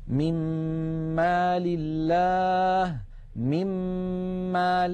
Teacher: لاحظوا أننا ننتقل من الميم الأولى إلى الميم الثانية مشددة